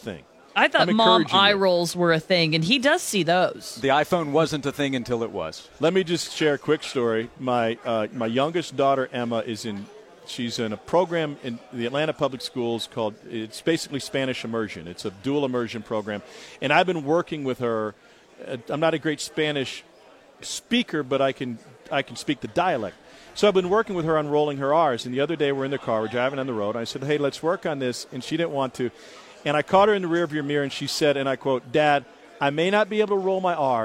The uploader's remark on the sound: Live from SEC Media Days in Hoover.